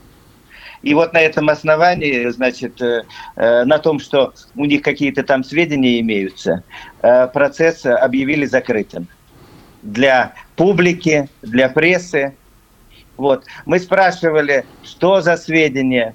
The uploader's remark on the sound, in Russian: По телефону